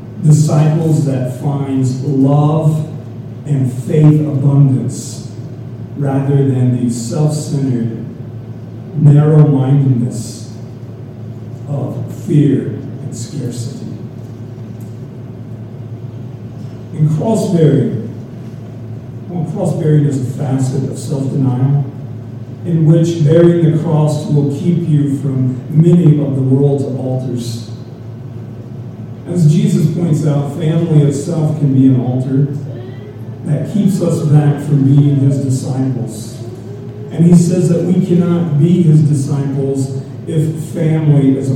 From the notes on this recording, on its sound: We are still having some sound problems, so this is not the complete service, by any means.